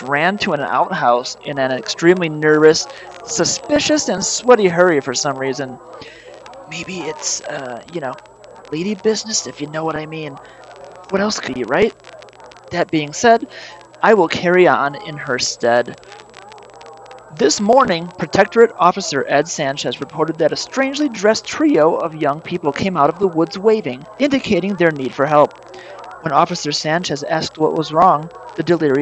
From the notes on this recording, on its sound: report live from the West Beach for the New Year's Eve Extravaganza.